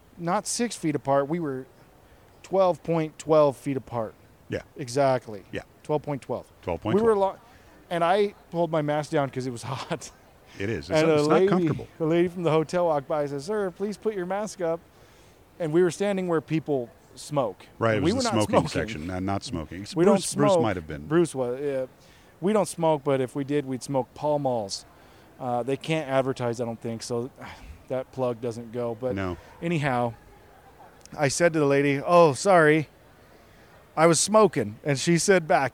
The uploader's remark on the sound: Live at the Vegas Shoot. Live in Las Vegas!